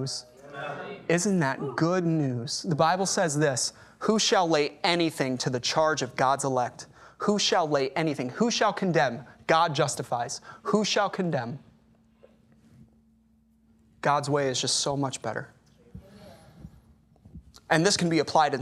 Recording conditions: large echoing room